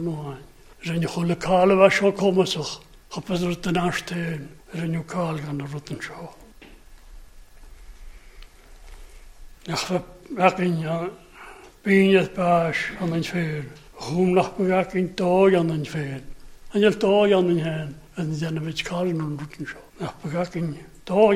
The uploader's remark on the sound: Gaelic Service recorded at North Harris Free Church on the evening of Sunday 27th February 2022.